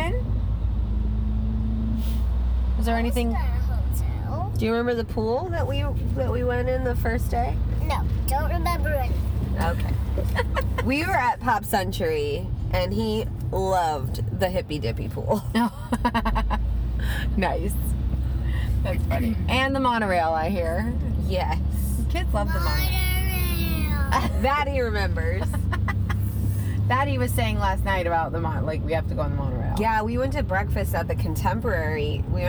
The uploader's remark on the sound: LITERALLY in the car heading to Disney World.